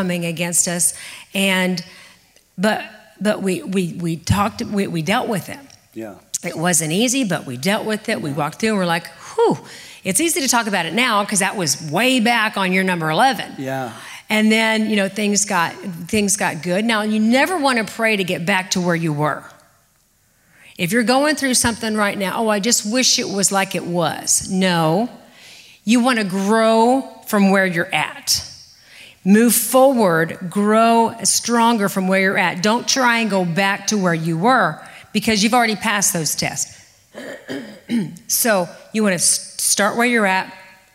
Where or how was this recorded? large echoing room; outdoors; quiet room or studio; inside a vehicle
large echoing room